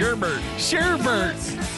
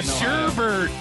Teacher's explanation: Michiganders add R's wherever they can.